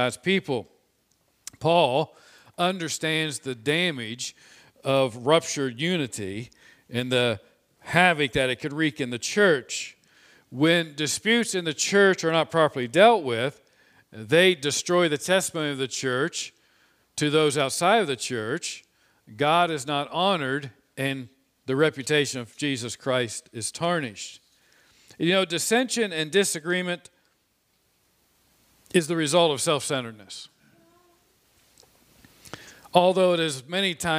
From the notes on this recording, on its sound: This sermon was preached on Sunday, April 25, 2021 from the pulpit of Grace Community Church in Berea, KY.